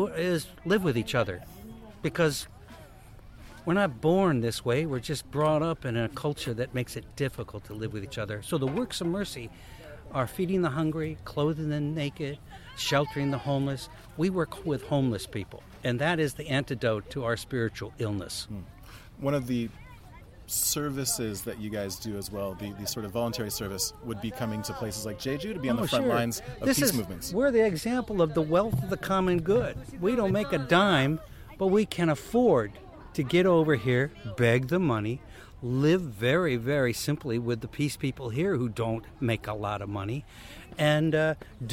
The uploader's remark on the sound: Anti-naval base protest in Gangjeong Village. Live music from Gangjeong's Peace Market held last June outside the base construction site.